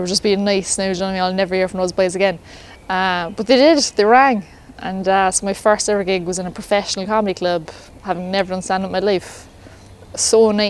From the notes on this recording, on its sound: Walk & Talk.